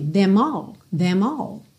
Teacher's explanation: Você pode juntar no M